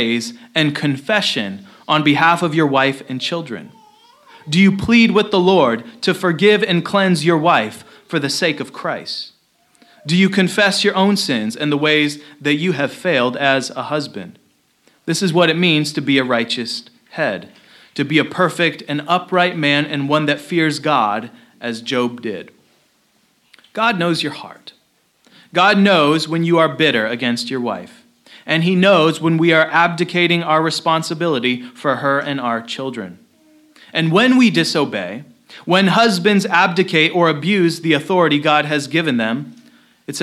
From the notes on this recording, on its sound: Location: Christ Covenant Church – Centralia, Washington.